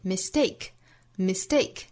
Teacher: 那 mistake 这个词呢，重读在后面这个音节